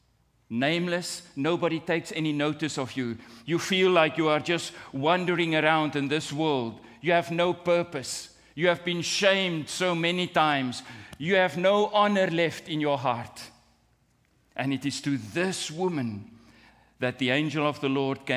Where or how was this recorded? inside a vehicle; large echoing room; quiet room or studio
large echoing room